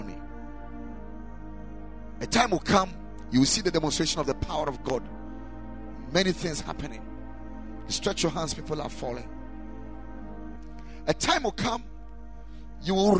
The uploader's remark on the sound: Preached at Ekklesia Chapel